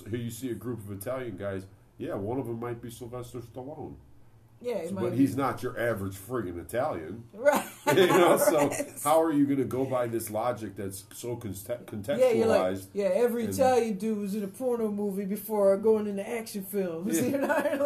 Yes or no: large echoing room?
no